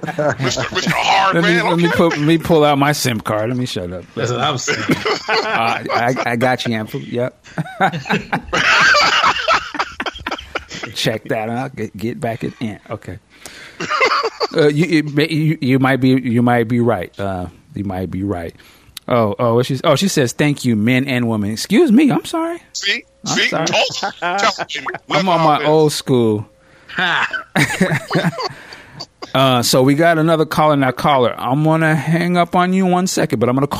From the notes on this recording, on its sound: Listener Phone Calls. We open up the phone lines and get you the listeners to weigh.